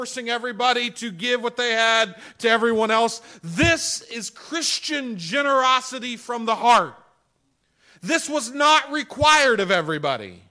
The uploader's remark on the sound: This sermon was preached on April 11, 2021 at the Tarrant Bible Methodist Church. This sermon was preached on April 11, 2021 at the Tarrant Bible Methodist Church .